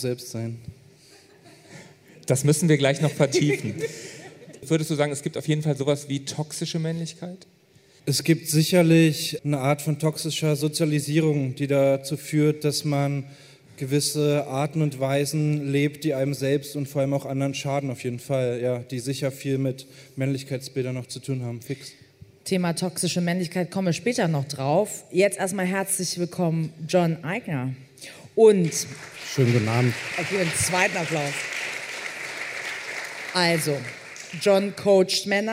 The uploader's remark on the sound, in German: mit Gästen beim Podcastfestival im Hamburg diskutiert